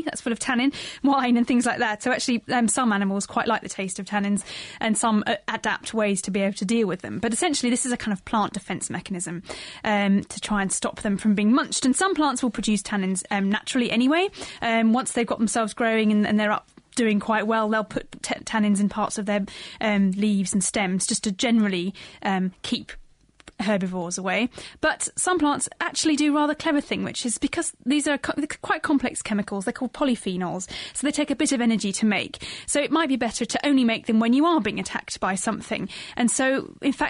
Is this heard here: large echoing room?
no